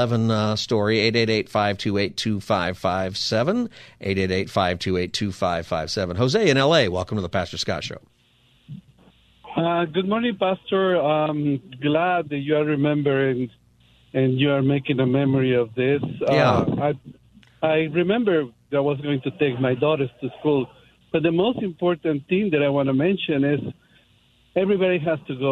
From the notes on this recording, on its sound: Listeners call in and share their thoughts.